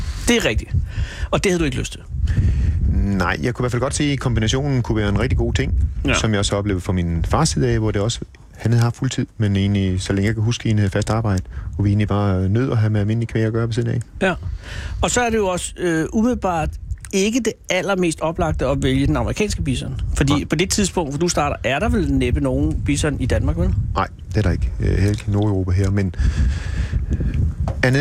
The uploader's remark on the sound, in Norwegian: Live fra bisonfarmen